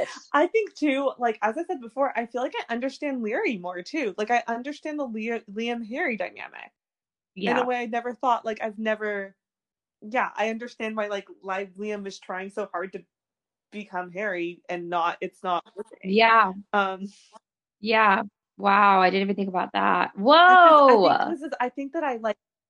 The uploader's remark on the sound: We would apologize for all technical glitches